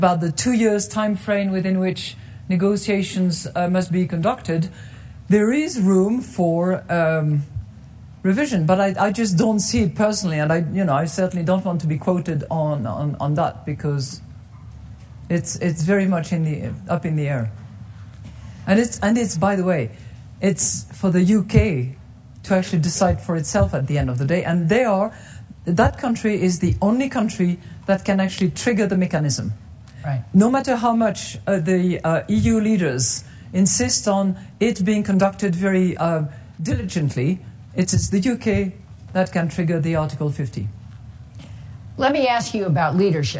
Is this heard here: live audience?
yes